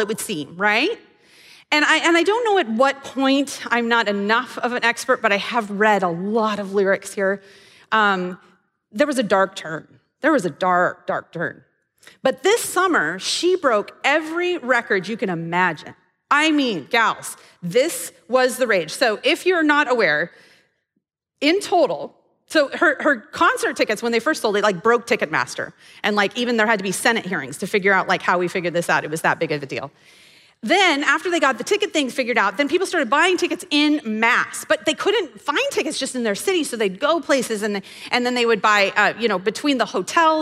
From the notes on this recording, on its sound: This episode may sound a little different, as we recorded the audio at Devoted Live, which is our monthly meeting for the women's ministry of Athey Creek.